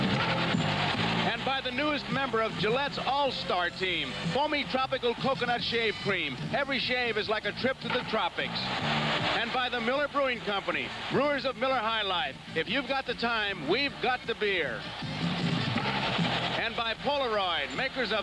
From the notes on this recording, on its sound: Recorded at Murphy's Pub on 45th in Wallingford!